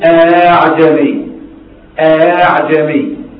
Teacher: فإنها تسهل بين الهمزة والألف وجوبا، فنقول أعجمي مش أعجمي، لا، أ الأولى خلاص واضحة، الثانية أعجمي، أعجمي مسهلة بين الهمزة والألف، لما وضعها ألف مش أعجمي ولا أعجمي، لا نضطر همزة ولا ألف، هي مسهلة بين الاثنين، فنقول أعجمي، أعجمي. · Term: تسهيل بين الهمزة والألف